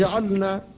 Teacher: فلا بد أن تفك سكون اللام فتقول جعلنا